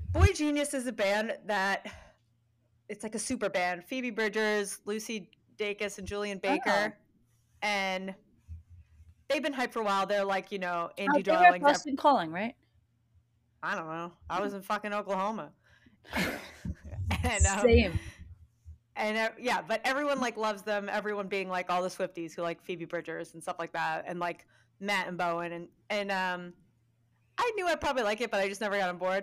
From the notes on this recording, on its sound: Apologies for all the pops and loud voices in this episode (even moreso than usual).